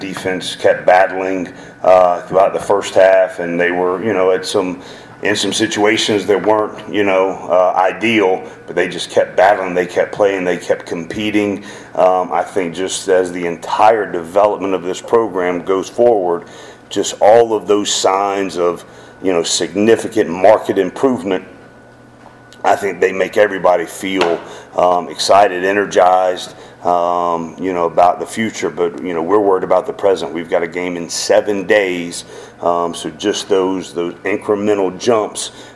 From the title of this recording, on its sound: postgame press conference